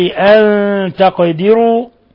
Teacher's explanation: نون ساكنة جاء بعدها التاء الحكم التجويدي إخفاء حقيقي، إخفاء حقيقي أن تقدروا، ولا يخفى ما في القاف الساكنة من قلقلة لأنها من حروف قطب جد.